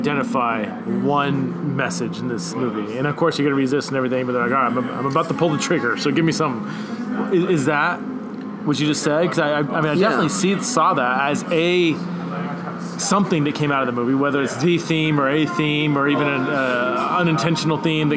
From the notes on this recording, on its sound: went out to a local pub